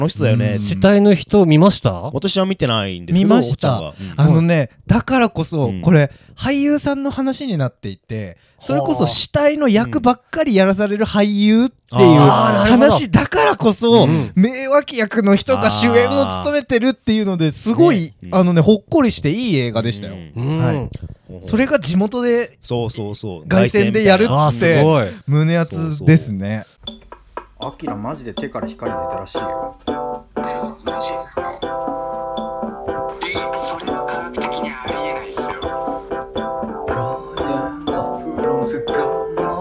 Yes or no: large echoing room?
no